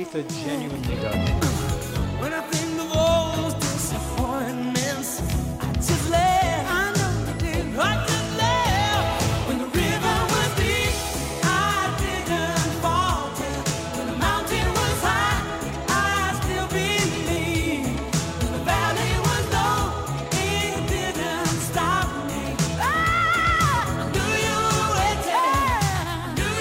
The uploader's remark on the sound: at a Grammy Museum special event